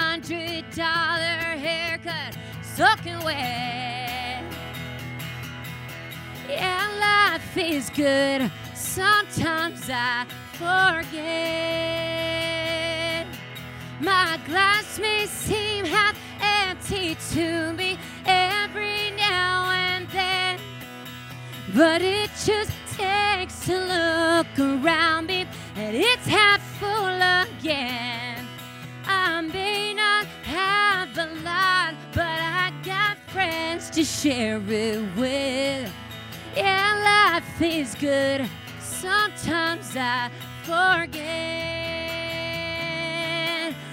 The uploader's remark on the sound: This interview is performed in front of a live studio audience in our Audacy Houston studios. There are two song performances included in this episode.